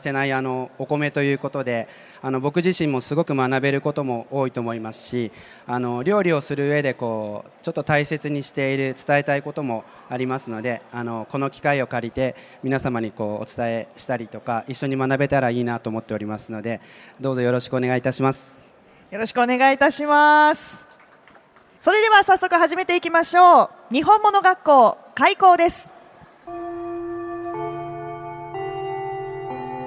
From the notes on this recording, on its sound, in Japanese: CRAFT SAKE WEEK 2023 at ROPPONGI HILLSにて公開収録。